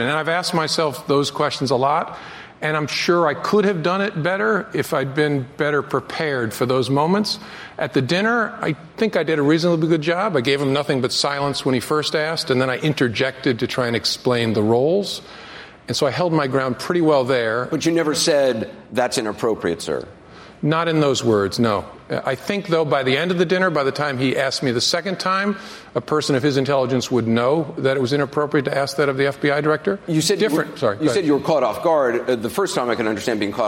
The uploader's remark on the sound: Answers questions during a live town hall hosted by CNN. At William And Mary.